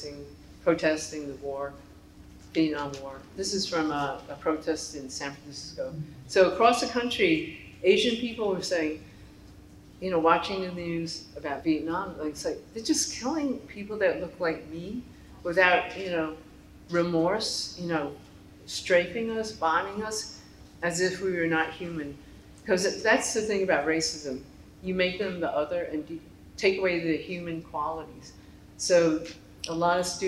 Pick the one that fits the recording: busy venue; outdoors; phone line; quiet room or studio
busy venue